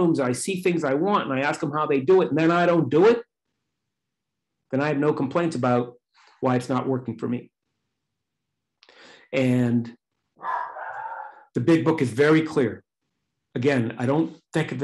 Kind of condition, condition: link, video call